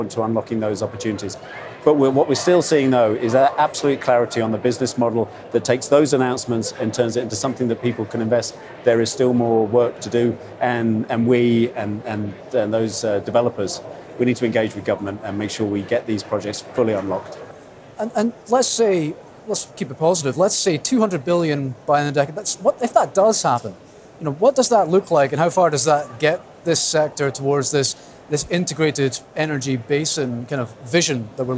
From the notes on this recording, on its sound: Offshore Europe: Day two. On the Offshore Energy Conference floor for day two of the event.